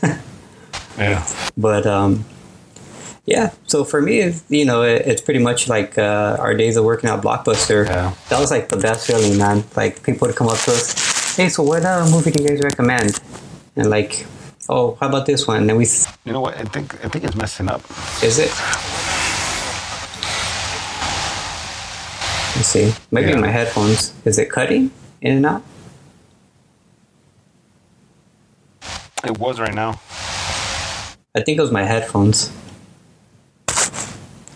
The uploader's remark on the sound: The sound might be a little rough on these first few episodes